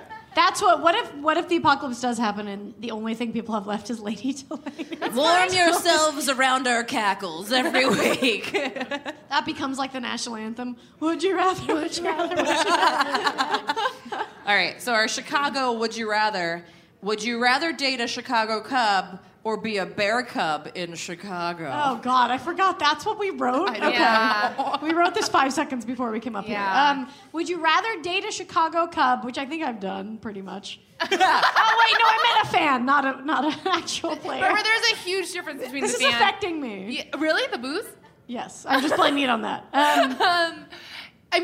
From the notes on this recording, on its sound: Live from Chicago! The ladies are live from Chicago's Promontory Theater for the Chicago Podcast Festival.